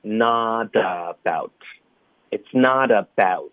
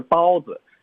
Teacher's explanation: it's not about 也要注意这个滑动，这双元音啊，不是包 · Shown in: first take